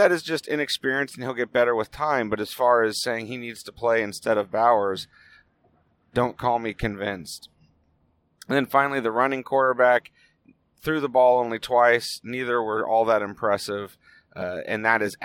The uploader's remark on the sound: It was recorded on the drive home as always